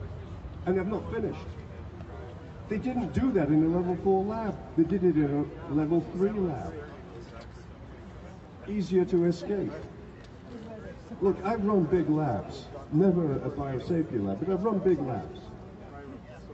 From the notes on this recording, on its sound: LIVE at the Calgary Rally.